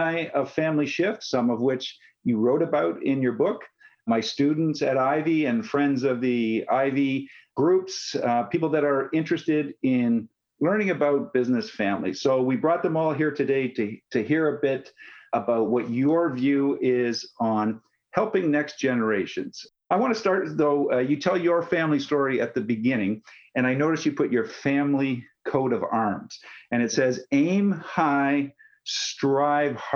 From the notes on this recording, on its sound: sat down virtually